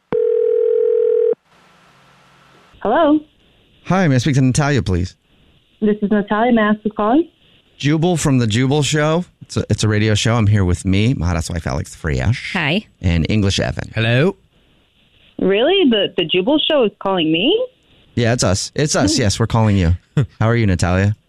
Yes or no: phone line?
yes